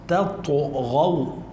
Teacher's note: ألا تا تا، افتح تمك بالتاء، تطغو تاء ثم طاء، ما بدنا نفخم التاء ولا بدنا نرقق الطاء، نجيب الأولى مرققة والثانية بمخرجها الطبيعي